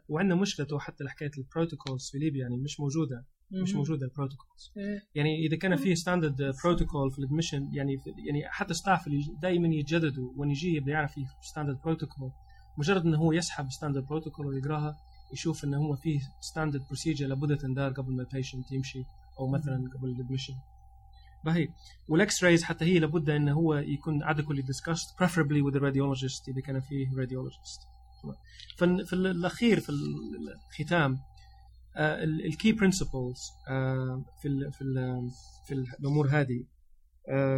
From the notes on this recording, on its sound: We put this together quickly, so excuse the relatively poor sound quality and some of the ad libbed content.